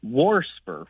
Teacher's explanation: Well, I've not heard wast, but I'll tell you what kind of deviates a little bit more that I've heard is warsper, with an extra R thrown in there · Term: R insertion